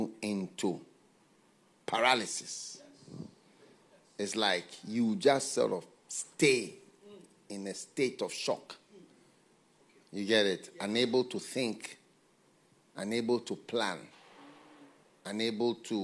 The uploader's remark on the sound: Preached at the FLOW Church.